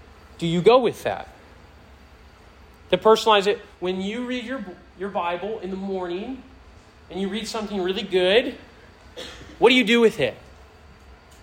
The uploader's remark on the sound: This sermon was preached to a Senior High audience